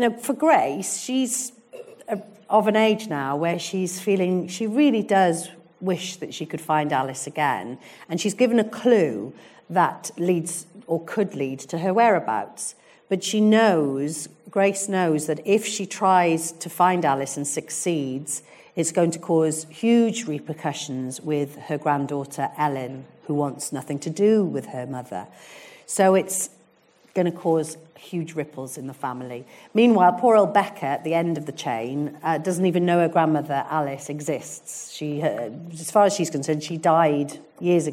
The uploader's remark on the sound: In the run up to Christmas I'll be dropping two special live episodes recorded live at the Birmingham Literature Festival earlier this autumn. In front of a live audience at the Birmingham Rep.